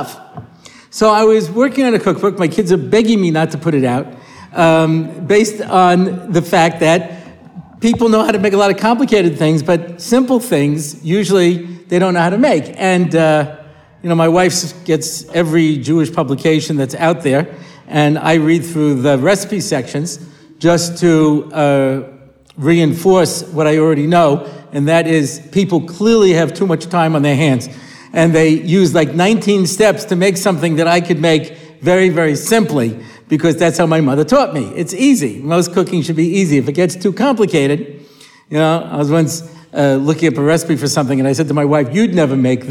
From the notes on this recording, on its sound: recorded at the Motzei Shabbos Har Nof shiur